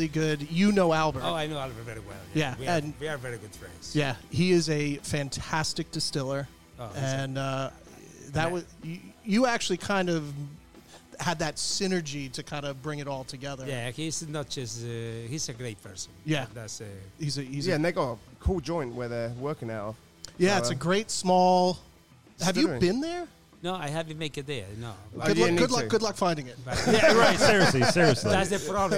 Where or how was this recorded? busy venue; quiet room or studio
busy venue